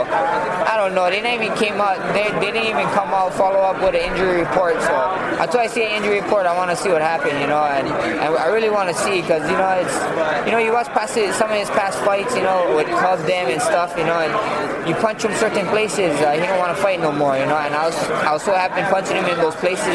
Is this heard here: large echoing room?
no